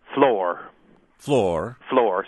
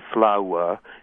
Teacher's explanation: So it becomes a single vowel, not what we call a diphthong · Shown in: first take · which would be flower.